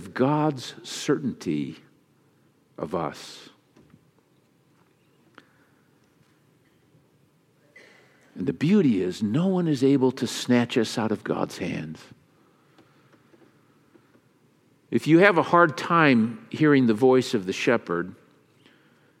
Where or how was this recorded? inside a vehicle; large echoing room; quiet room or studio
large echoing room